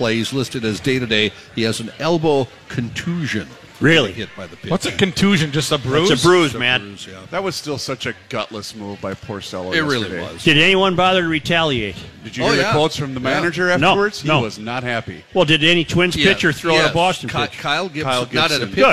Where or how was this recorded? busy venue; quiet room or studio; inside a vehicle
busy venue